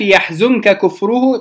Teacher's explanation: النون أصلا أخفيت في الكاف تخفيفا وتجميلا أصلا للنطق بالحرف